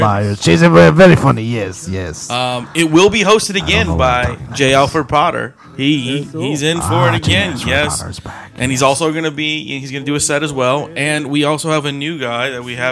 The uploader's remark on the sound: Joining us live form a bar ! Give the phone to someone in the bar.